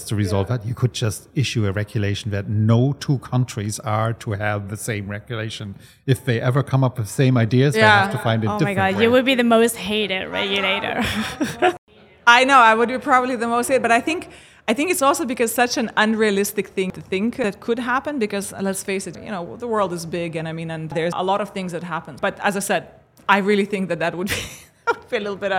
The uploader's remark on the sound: RegTalks LIVE at Money 20/20 Europe